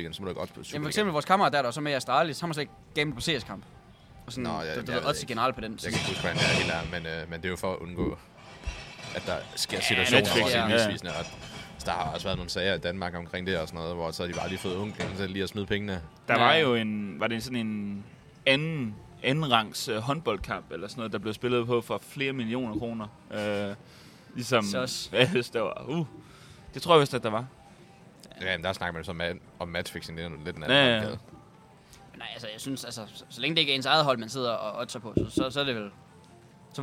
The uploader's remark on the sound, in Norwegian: Live Fra Zwei Grosse!